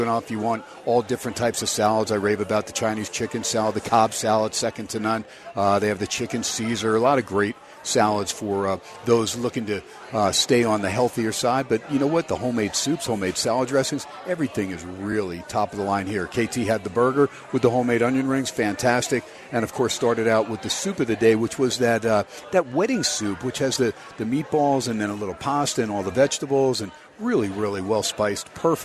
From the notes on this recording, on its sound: "Live" from #SteinersPub #LasVegas